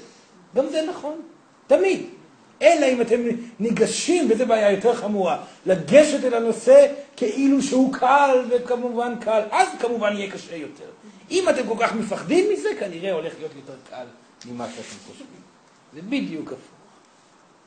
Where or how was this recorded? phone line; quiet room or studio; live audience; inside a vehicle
live audience